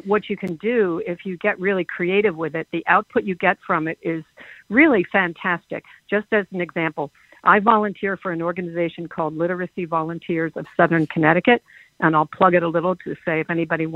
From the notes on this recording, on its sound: Listeners call in to share their experiences with AI at work.